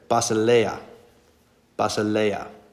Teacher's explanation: the emphasis is on the third syllable because that's where the accent mark, right?